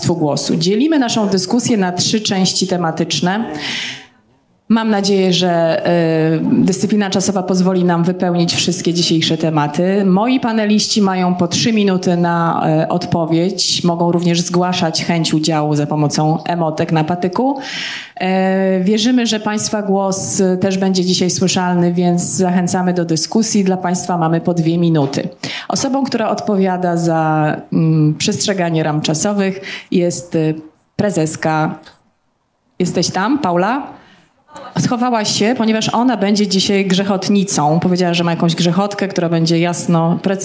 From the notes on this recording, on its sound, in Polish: Debata artystów, badaczy i czytelników podczas Big Book Festival 2023.